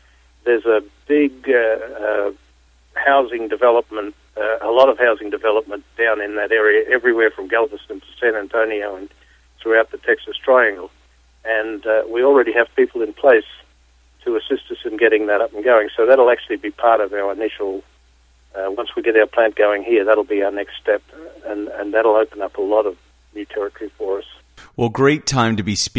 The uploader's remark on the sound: called in to SmallCapVoice